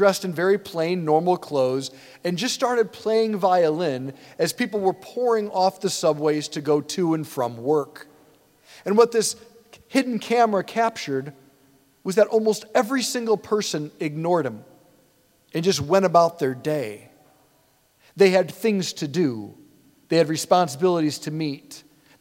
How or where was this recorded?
large echoing room